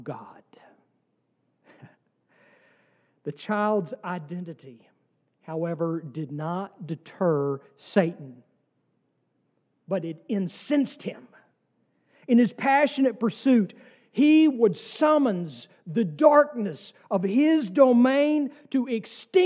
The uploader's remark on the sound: from our service on December 31, 2023